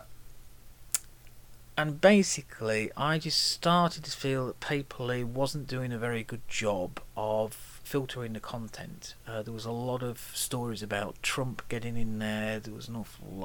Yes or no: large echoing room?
no